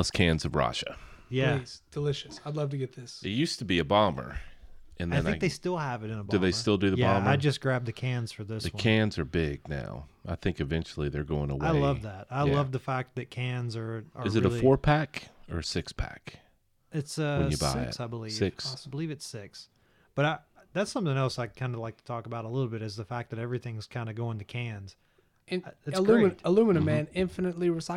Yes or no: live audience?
no